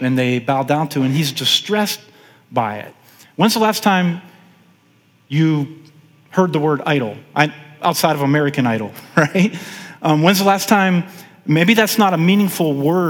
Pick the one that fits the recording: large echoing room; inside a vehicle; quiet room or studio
large echoing room